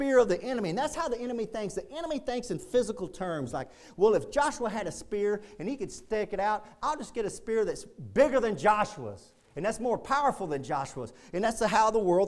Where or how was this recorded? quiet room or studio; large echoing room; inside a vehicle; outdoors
large echoing room